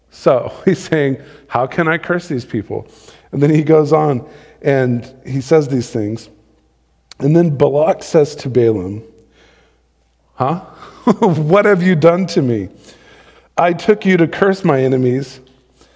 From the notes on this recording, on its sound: Recorded live on December 27, 2020.